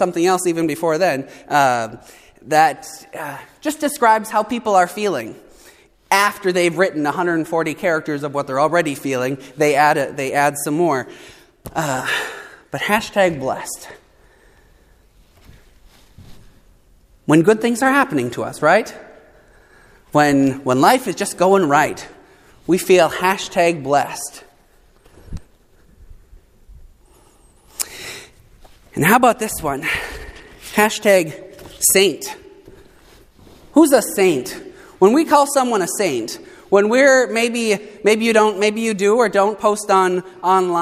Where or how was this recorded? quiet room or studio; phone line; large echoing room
large echoing room